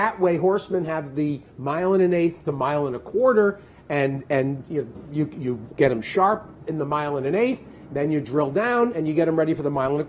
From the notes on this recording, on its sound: live From Saratoga Race Course